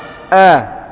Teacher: Istifal. Ya, pangkal lidah tidak mengarah ke atas sehingga menghasilkan suara yang tipis atau rendah, datar.